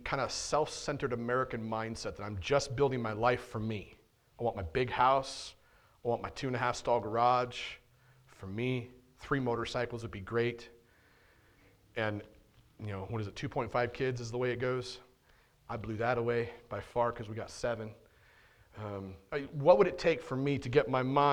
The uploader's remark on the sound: on February 6th, 2022 at The Well, an Acts 29 and Converge Heartland Church in Hastings, NE